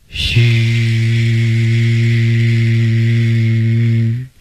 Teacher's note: 发声吐气时气从槽牙间舌两边的空隙中呼出体外